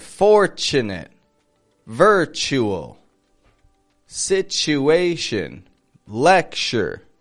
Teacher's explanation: they each have a T sound that, again, isn't making a regular T sound. It's kind of making a ch. And then it blends with the following u.